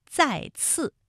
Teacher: 比如说再次这两个字呢，都是平舌音